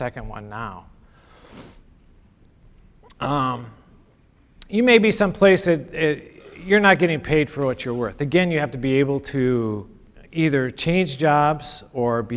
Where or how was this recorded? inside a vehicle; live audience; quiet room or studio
live audience